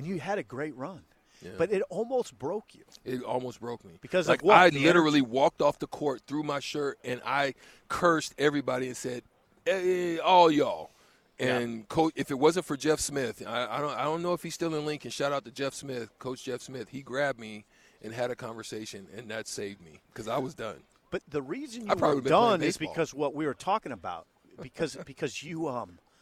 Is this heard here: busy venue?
yes